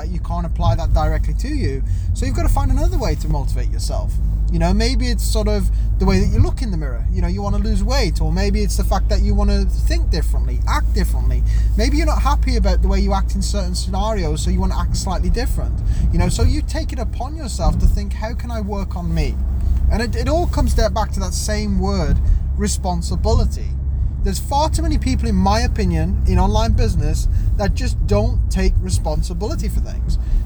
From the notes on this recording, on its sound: Live from my car today i was on a journey.